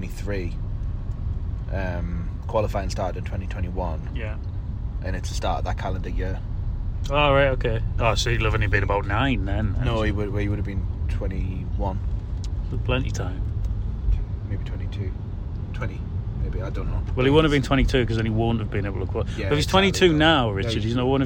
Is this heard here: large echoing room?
no